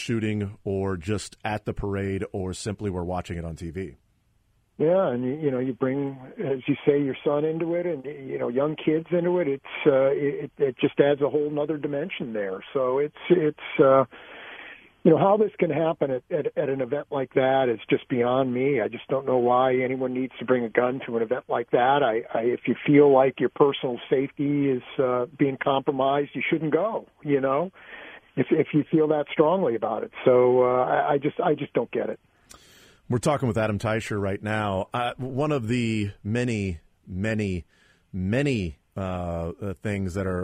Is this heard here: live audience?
no